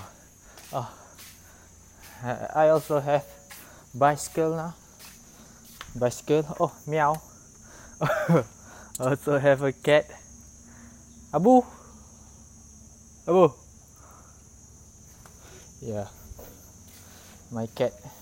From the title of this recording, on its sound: Take a walk outside my house!